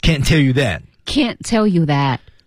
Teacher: 在美语当中呢，cannot 它一定是要读成一个四声降调哈